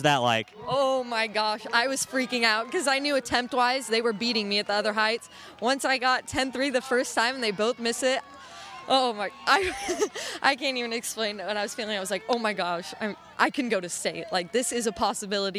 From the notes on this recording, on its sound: at the Greater Valley Conference Championships on Tuesday, May 8 at West Salem High School